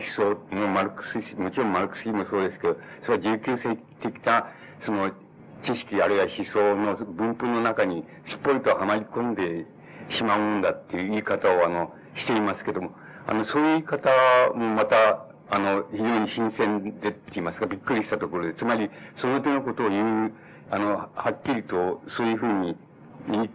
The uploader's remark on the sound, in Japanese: 主催：リブロ 池袋本店 場所：西武百貨店 池袋本店。音源は主催者提供だが、 全体的に少し音が割れている。冒頭に若干欠けている部分がある。